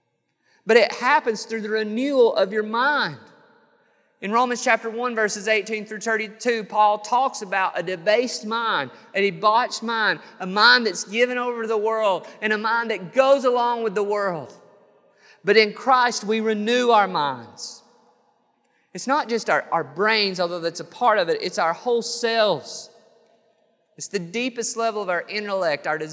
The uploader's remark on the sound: This sermon was recorded on January 5th, 2022 at Matthew's Table Church in Cleveland, TN